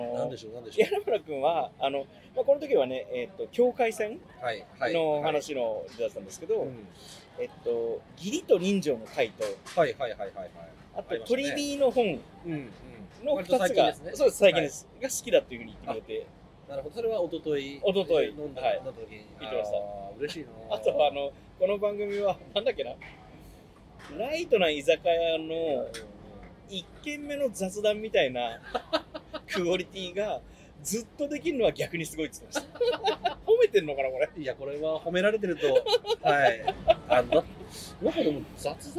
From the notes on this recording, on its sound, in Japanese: 東京にやってきた。上野の路上で雑に収録した今回の「ブックブックこんにちは」は、雑談多めの雑音多め。雑音というノイズはある。